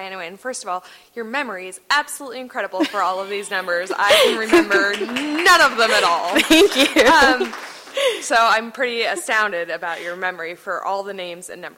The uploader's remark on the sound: at Town Hall Seattle